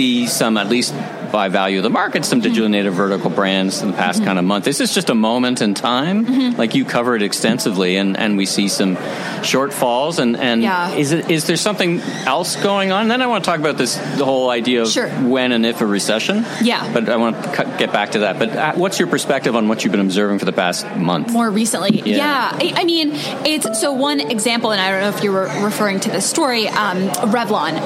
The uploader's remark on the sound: Recorded live in person at the 2022 CommerceNext Ecommerce Growth Show. In New York City.